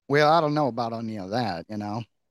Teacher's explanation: you're doing like a kind of Georgia situation because you're softening those R's. So there's rhotic and non-rhotic, and one you really hit the R's.